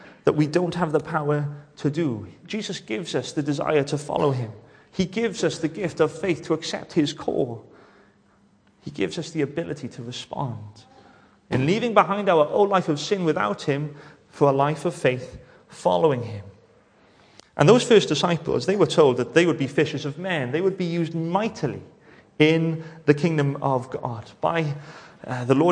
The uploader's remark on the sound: welcome to Bethel Evangelical Church in Gorseinon